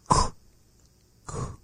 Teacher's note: it has the quality of a sound that we relate to in English that typically a rounded vowel is following it · Term: kwa